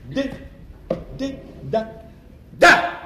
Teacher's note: La consonne D, par exemple, se prononce en donnant du bout de la langue au-dessus des dents d'en haut